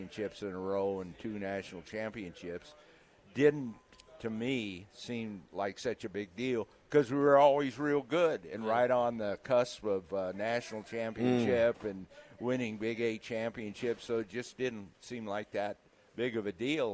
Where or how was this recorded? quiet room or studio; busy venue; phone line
busy venue